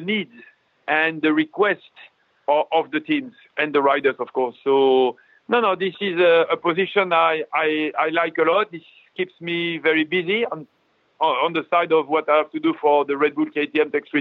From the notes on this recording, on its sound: Talked to us over the phone from where he’s locked down in France.